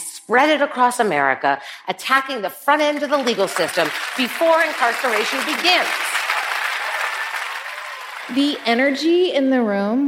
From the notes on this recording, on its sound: In this live conversation